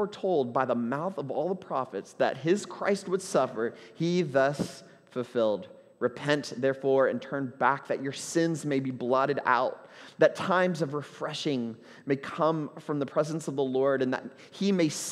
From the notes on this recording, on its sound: at Trinity Church, Puerto Rico